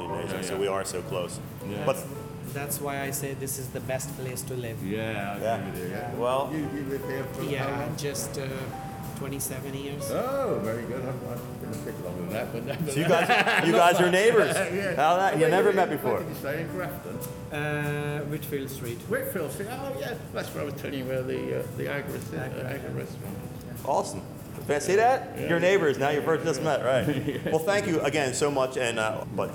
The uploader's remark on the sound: We walk the streets of London, England, searching for, then finding, people, conversations, and sounds.